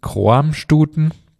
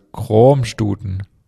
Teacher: wird mit einem langen, offenen O ausgesprochen. Das A ist stumm, ähnlich wie das O in kommen.